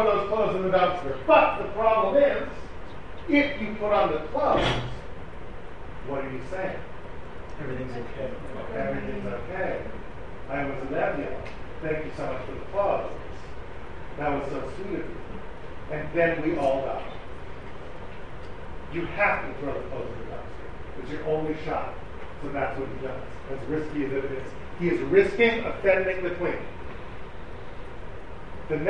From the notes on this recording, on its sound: Delivered at the Seforim Sale at YU.